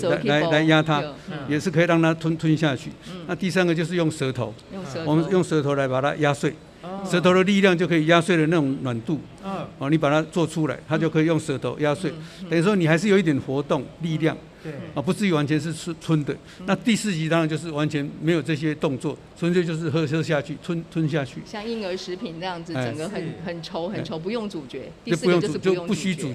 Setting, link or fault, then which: setting, busy venue